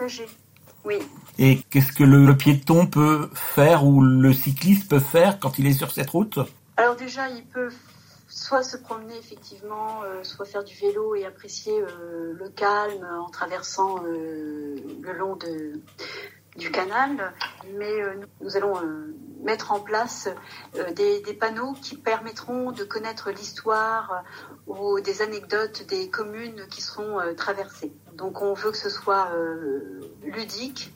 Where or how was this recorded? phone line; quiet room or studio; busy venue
phone line